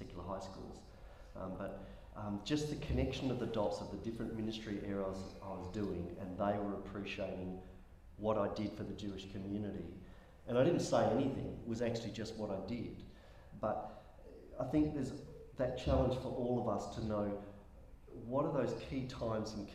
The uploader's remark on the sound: In September we hosted the first Awake Conference Perth. Excerpts from our final session of the day, the Q&A.